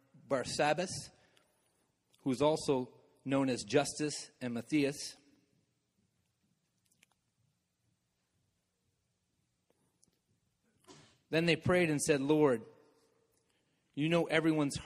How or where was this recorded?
large echoing room